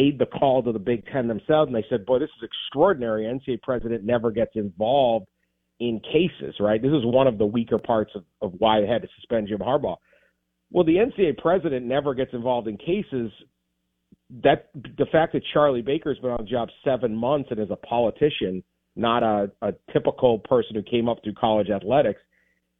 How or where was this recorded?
phone line